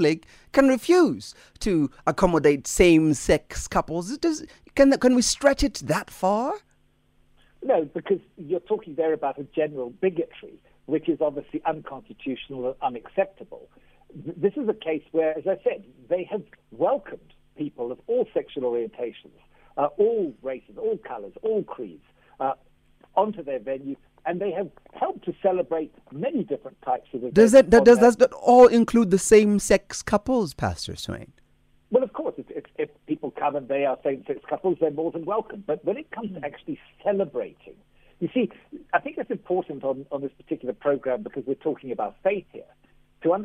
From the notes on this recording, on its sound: Guest on the phone